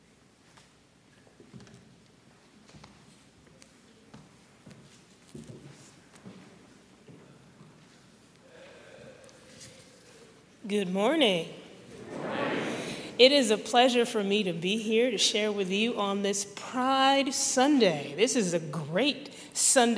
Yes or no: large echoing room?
yes